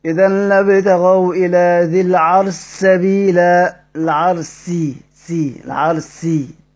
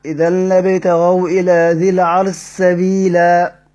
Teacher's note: يبقى نضغم، يبقى نشيل الشين خالص ونشدد السين · Term: مدغم